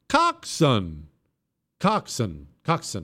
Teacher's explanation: Coxswain is not pronounced the way it's written. It's pronounced coxswain with the emphasis on the first syllable. Coxswain. Coxswain.